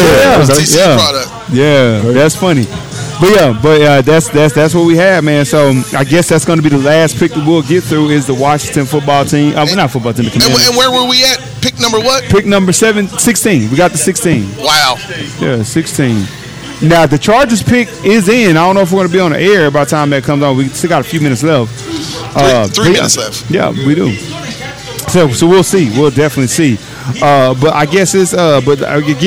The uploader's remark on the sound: Live from TJ's Catfish & Wings in Arlington, TX.